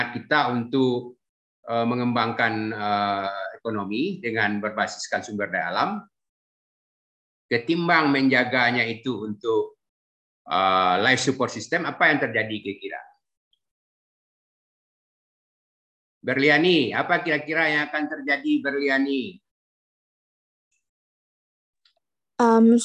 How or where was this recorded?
video call